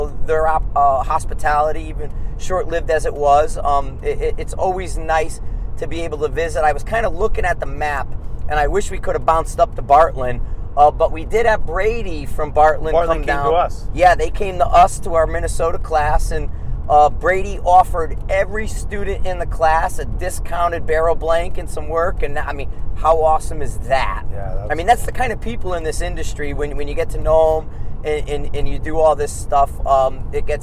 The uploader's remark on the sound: Are on the Road driving to Dubuque Iowa for our next set of classes.